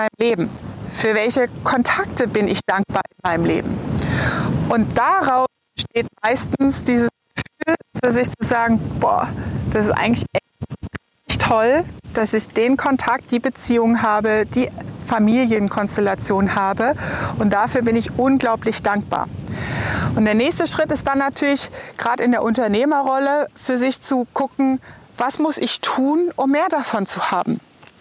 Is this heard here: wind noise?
yes